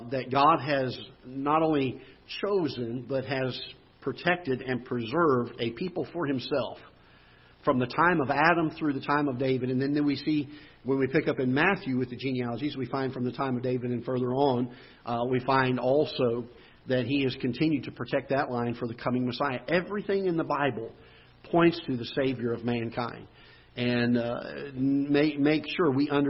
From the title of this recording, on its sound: Ketha Heights Baptist Church ~ Live Broadcast